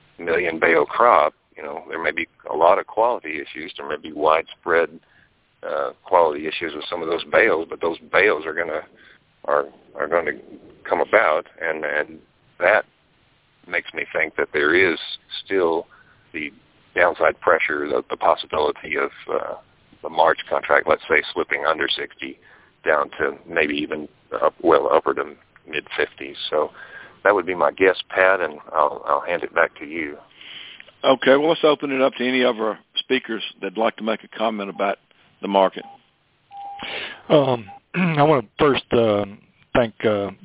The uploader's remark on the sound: Monthly Conference Call On Cotton.